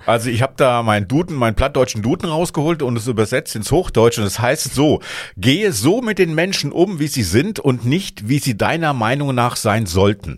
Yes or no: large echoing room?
no